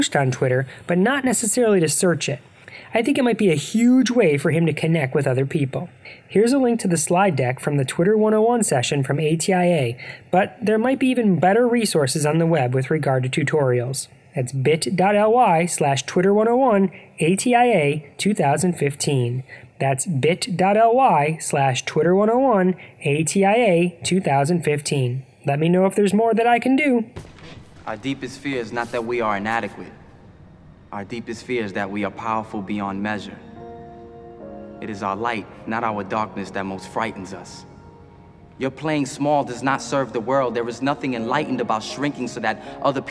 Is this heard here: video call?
no